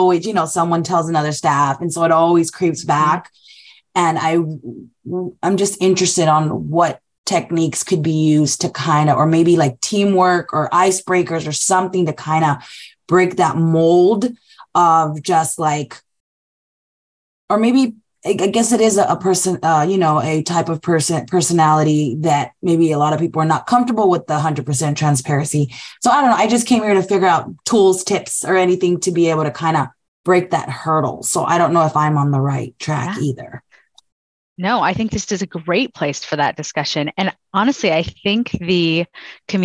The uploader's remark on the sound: This webinar was originally recorded. In this coffee talk, we hear grantmakers, scholarship providers, and community foundations share challenges. Communicate For Good Webinar Recording.